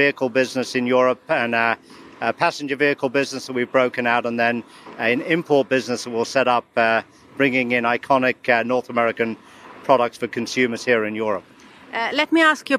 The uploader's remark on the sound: We are also live at the Frankfurt Motor Show.